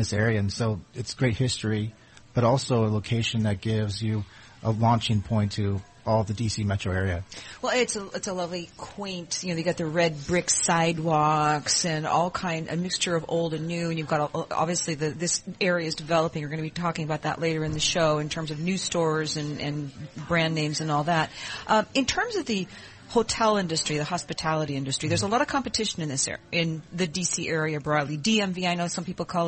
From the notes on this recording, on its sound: Broadcasting live from the Kimpton Morrison House Hotel in Alexandria, Virginia.